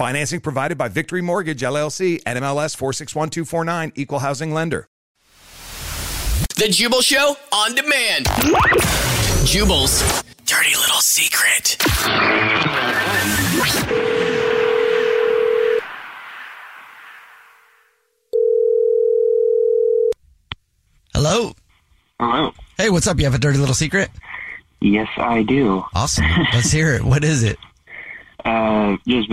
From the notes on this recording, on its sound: There is a caller on the phone